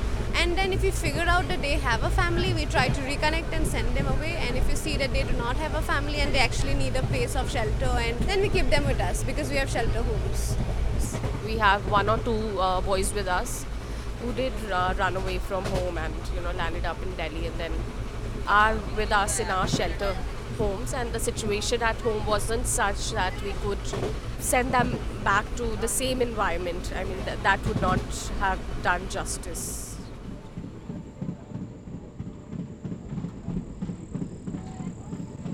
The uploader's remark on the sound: Journey 1300km to the Street Child Cricket World Cup, India 2023….by train. You'll hear the sounds of the train.